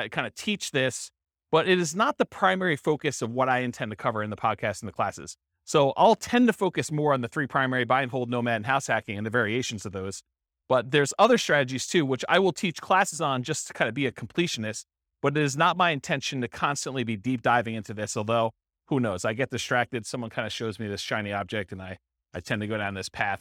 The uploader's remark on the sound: This was a live class recorded